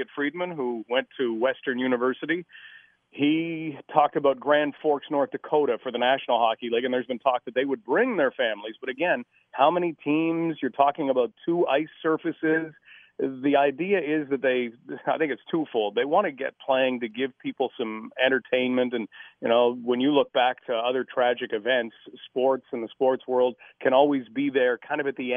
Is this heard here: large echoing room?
no